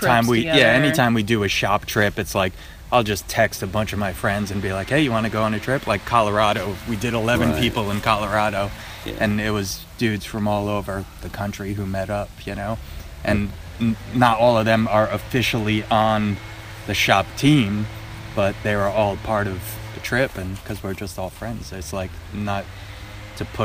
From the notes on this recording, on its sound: Both interviews were recorded in the woods